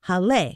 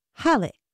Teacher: But the accent is only there to let English speakers know that this was a German person's last name and that it was to be broken into two syllables and not pronounced Hall or something. But it is pronounced with the stress on the first syllable · Shown in: second take · Halle. So now you know.